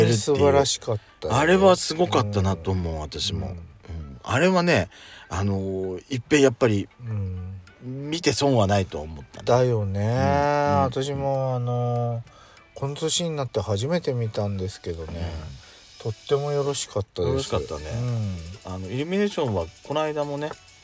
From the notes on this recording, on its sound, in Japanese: パーキング収録